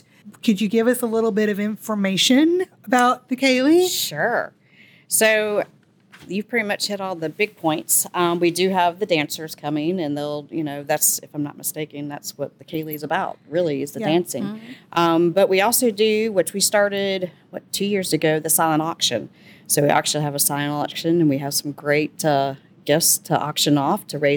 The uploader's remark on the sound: This FESTIVE episode is ON LOCATION at Billy's Place at McDonough's Restaurant and Lounge! In SAVANNAH.